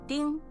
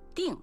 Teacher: 是个多音字，分别读阴平丁和去声定